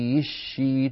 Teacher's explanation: ومن قواعد قراءته أنه يبدل كل همزة ساكنة إلا همزات بعينها ليس هذا مجال شرحها، فتصير شيتما، حيشيتما، وكلا منها رغدا حيشيتما، بشين مشددة وبإبدال الهمزة الساكنة ياء لأن ما قبلها مكسور، شيتما بدل شئتما. · Term: الإدغام